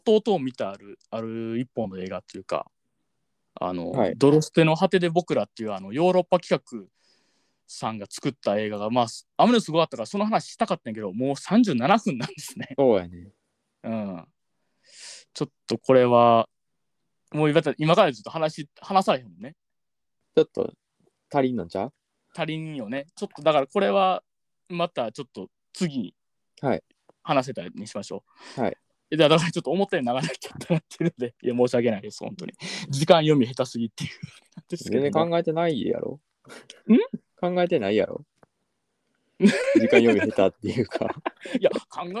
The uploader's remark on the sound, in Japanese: 第45話もリモートでの収録です。